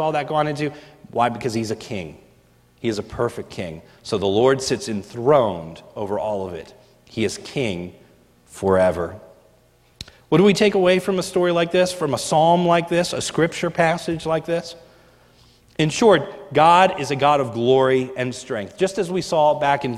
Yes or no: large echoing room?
yes